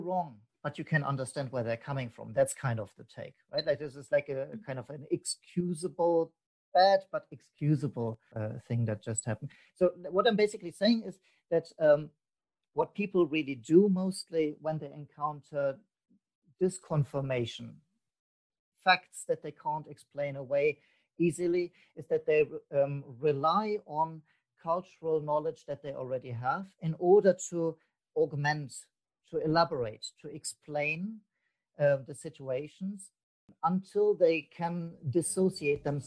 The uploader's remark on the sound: This podcast was recorded via ZOOM app.